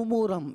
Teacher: بیٹا آپ دوسری آیت جو آپ نے پڑھی نا فقد لبثت فیکم عمرم، میم پہ جو نا حرکت پیش ہے لیکن ایسا محسوس ہوا کہ یہاں میم ساکن ہے، فیکم عمرم اس طرح محسوس ہوا، تو میم پہ پیش ہے حرکت ہے تو عمرم اس کو واضح کر کے پڑھنا چاہیے تھا آپ کو